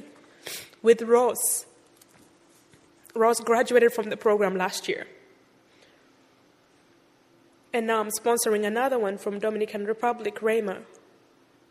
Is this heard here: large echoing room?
yes